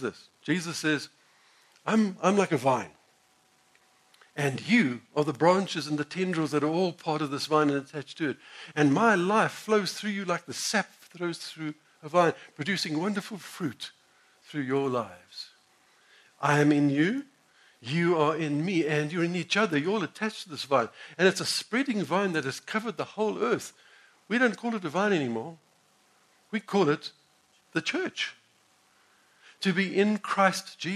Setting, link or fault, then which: setting, large echoing room